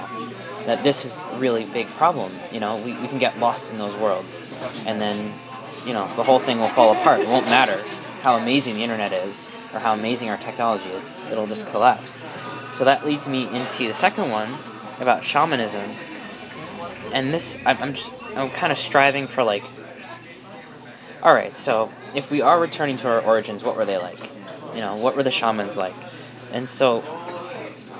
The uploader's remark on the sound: Decided to record one of our conversations at a local diner, with our notes out.